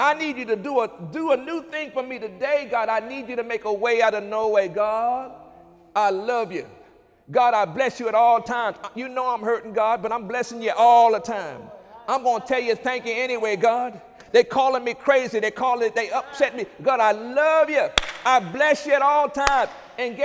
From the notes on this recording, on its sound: During Wednesday night service.